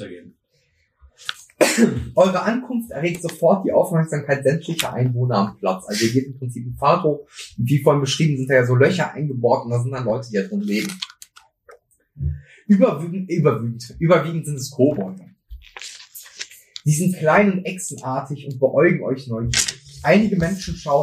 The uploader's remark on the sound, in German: Bitte entschuldigt leichte Tonprobleme, die während der Aufnahme auftraten